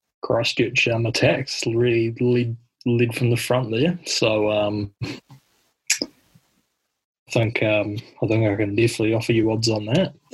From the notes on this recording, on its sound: Please forgive the technical difficulties caused from the nations excessive wifi use during this time.